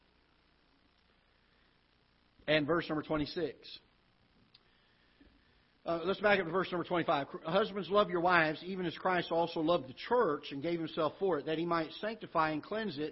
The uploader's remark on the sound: Ketha Heights Baptist Church ~ Live Broadcast